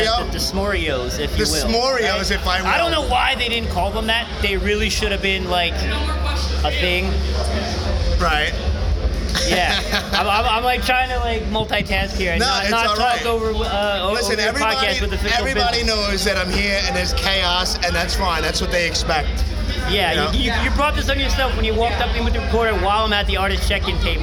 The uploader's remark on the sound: Live from This Is Hardcore 2019.